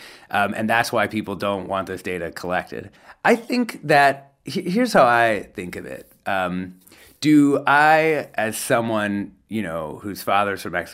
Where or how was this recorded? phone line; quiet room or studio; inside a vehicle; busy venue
quiet room or studio